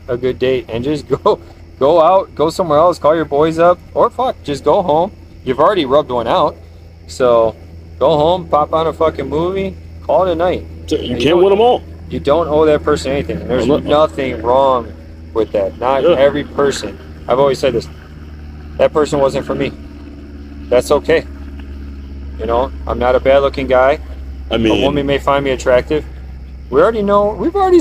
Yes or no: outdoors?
yes